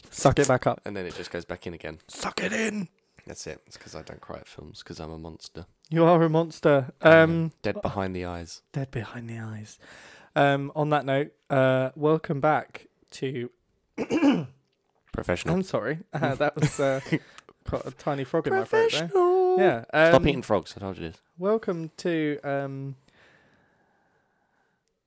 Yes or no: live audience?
no